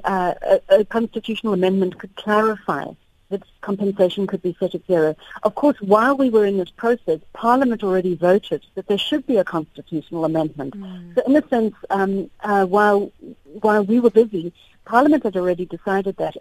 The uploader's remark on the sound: To help us with this discussion we are now joined on the line.